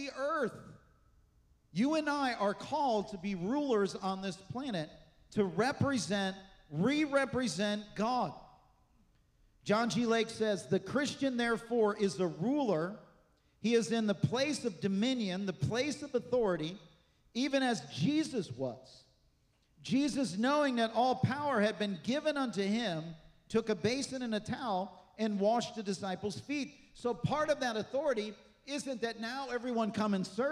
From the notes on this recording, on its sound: This message was recorded on Sunday, February 25th, 2024 at Gateway Church in Richmond, Indiana.